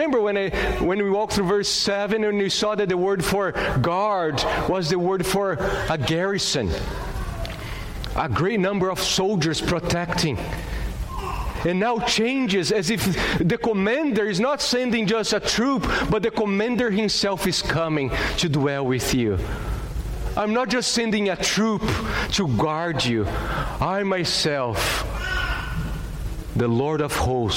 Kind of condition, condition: setting, large echoing room